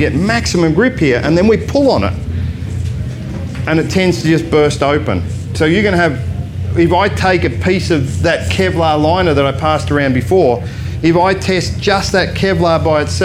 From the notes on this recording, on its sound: This talk was recorded live in The Lounge, at Shiny Side Up Kapiti 2020.